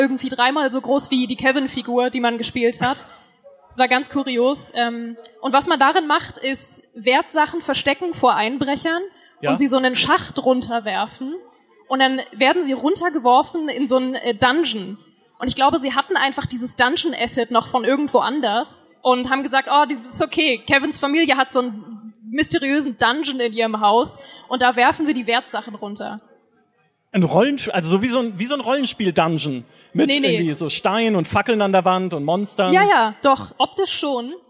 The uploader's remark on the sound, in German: Einen Live-Podcast mit unserer liebsten Podcast-Community. Auf der Bühne standen.